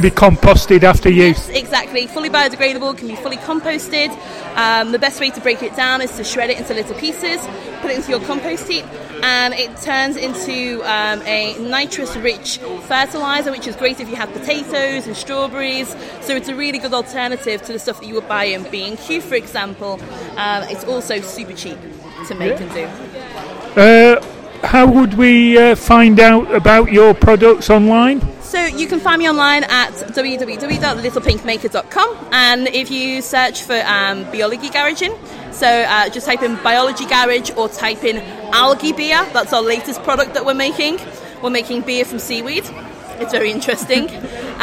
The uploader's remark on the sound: recorded at Liverpool Makefest 2018